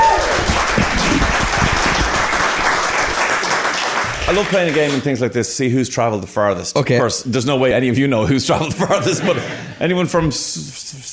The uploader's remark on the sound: LIVE EPISODE. Listeners in the Viking Theatre, Dublin. The lads have done their first live podcast.